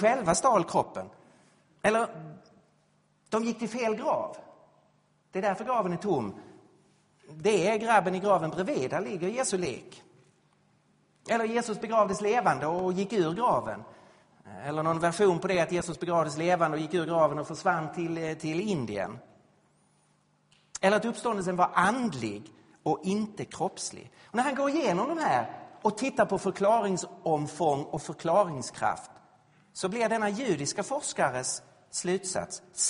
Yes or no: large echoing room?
yes